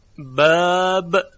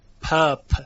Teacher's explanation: ببینید باب، حالا ارتعاش صوتی ندید، پاپ، دوتا پ میشه، ب پ، این همان تفاوتشون در چیه؟ در ارتعاش تارهای صوتی